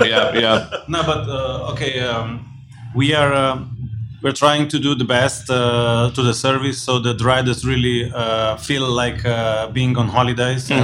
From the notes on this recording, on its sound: Tunay na Rider x Ride PH Cafe Special. Dropped by Ride PH Cafe and recorded 5 episodes.